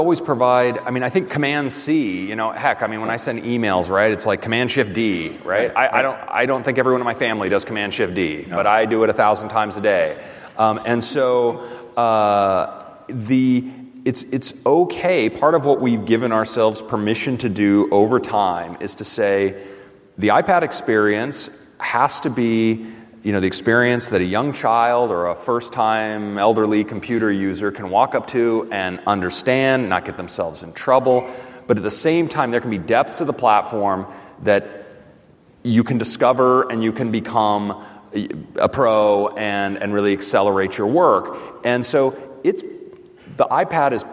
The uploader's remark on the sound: Live From WWDC 2019